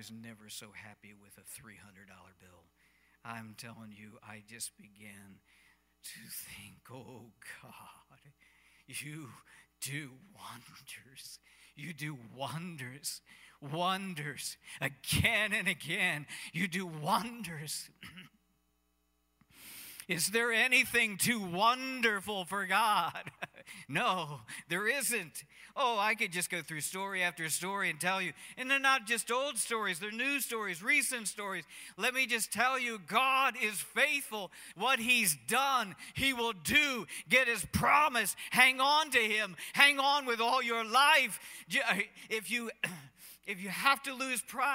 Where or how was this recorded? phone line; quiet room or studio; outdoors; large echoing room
large echoing room